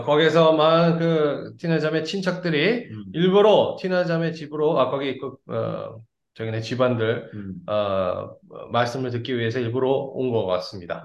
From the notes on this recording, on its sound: zoom meeting